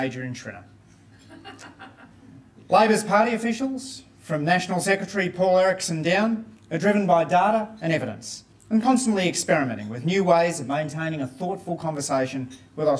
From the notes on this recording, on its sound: recorded at the John Cain Lunch on the 19th of July 2023, hosted by Per Capita